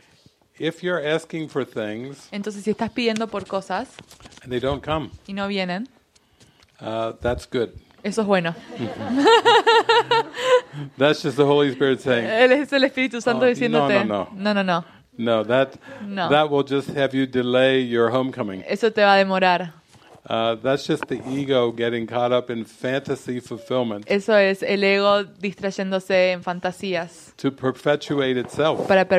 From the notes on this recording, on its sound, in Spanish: Esta es una grabación de la segunda sesión del retiro La luz en ti con traducción al español. Recorded January 17, 2020 from the Living Miracles Mexico Center in Chapala, Mexico.